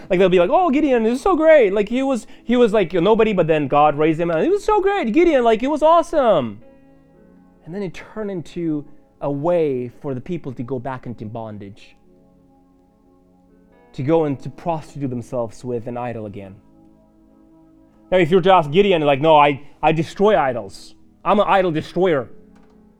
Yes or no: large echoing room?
yes